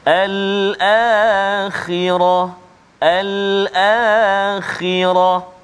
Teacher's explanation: huruf kha yang berbaris kasrah. Jadi jangan kita baca tebal sama macam balik atas.